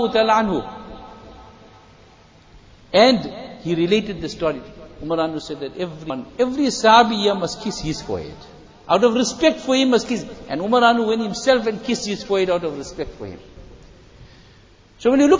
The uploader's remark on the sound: Jumuah Lecture at Masjid E Noor